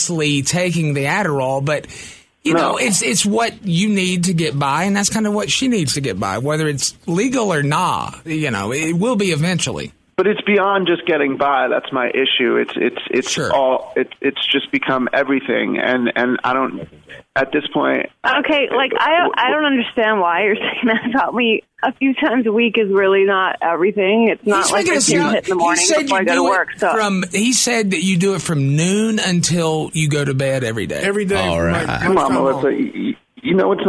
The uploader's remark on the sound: OPEN PHONES